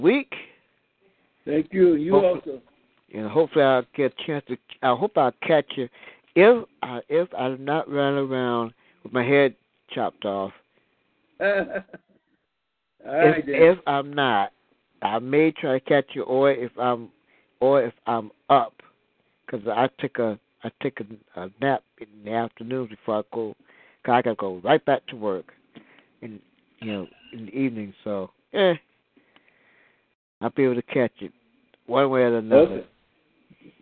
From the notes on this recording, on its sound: your phone calls